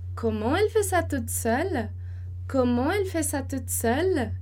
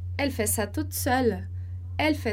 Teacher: a pergunta em francês, ela vai ter uma entonação que vai subir · Shown in: first take